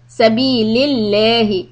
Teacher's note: Lafzi Jalala, name of Allah, if it's preceded by a kasra, zir, make it la.